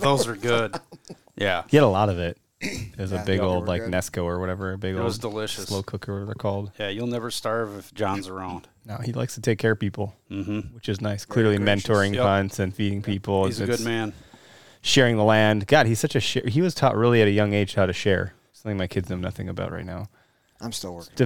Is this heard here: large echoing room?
no